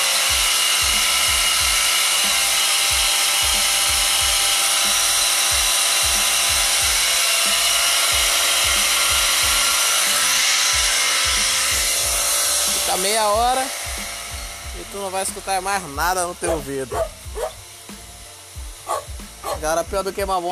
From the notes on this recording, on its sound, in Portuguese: Barulho de uma bomba de água.